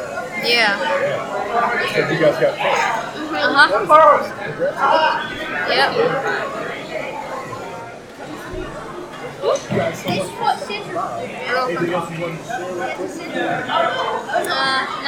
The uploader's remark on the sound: Interviews, panel and Q&A from the SAU-Magnolia ERZ Robotics Exhibition held on Dec 5, 2017.